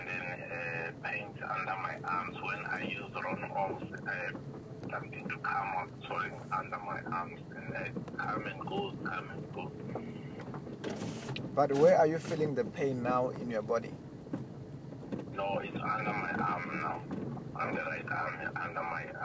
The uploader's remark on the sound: healing over the phone